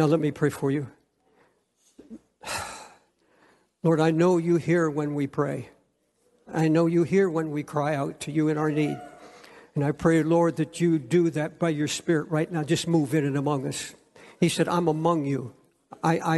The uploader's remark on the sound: preached from Time Square Church